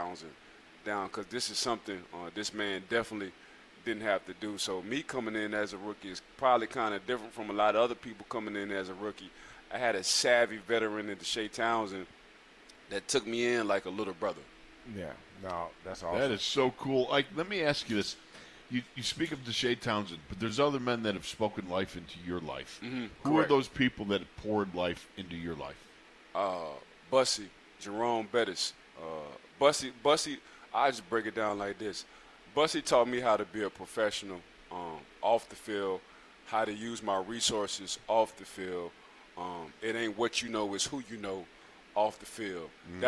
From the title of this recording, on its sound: Live from Steelers Camp